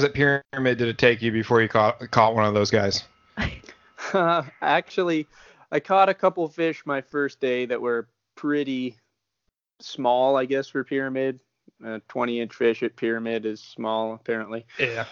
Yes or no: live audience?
no